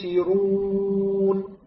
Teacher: لاحظ السين، الفترة الزمنية لحرف السين هي أطول من الفترة الزمنية لحرف الباء. السين حرف رخوي، أما الباء حرف شديد، والحرف الرخوي يكون فترة زمنية في نطقه أكثر من الحرف الشديد.